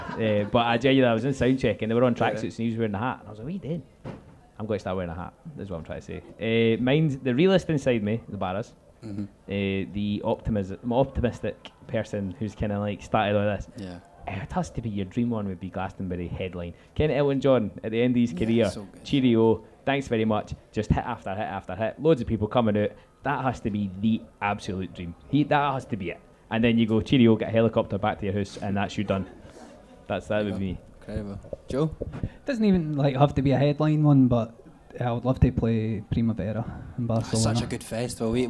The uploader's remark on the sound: This podcast was recorded in the Southsider Sidelounge on the 22nd of August as part of the PBH Free Fringe.